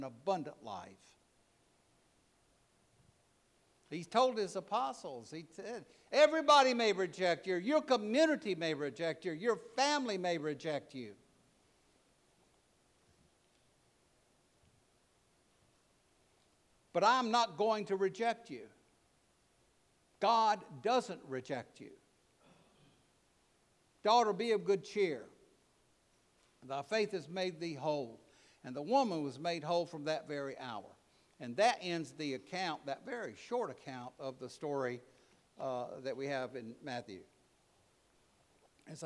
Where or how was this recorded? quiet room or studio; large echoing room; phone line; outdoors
large echoing room